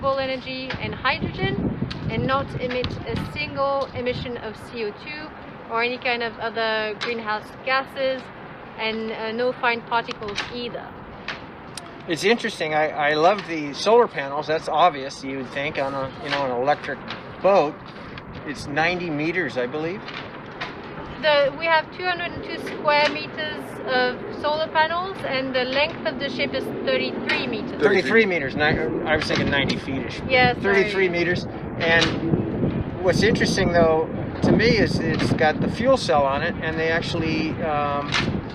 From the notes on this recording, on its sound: our podcast recorded in a makeshift sit-in area on the pier and among storage containers